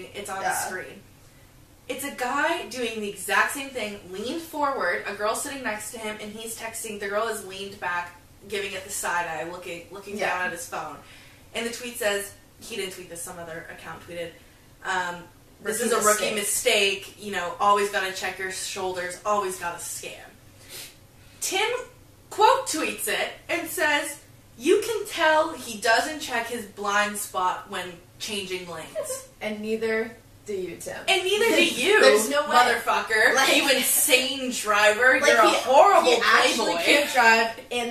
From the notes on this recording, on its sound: Apologies for the audio this episode